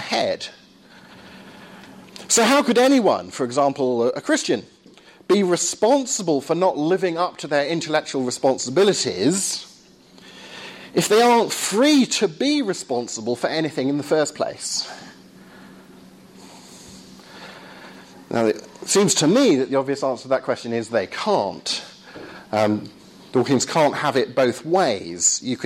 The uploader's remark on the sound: Lecture at Surrey University.